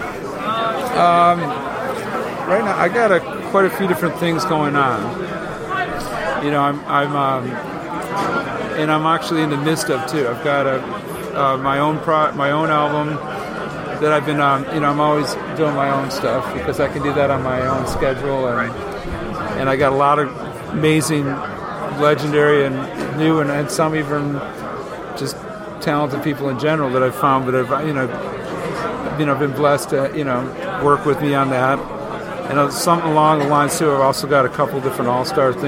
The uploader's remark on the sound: At the Rock N Pod Expo. You can hear how packed the Expo is in the background.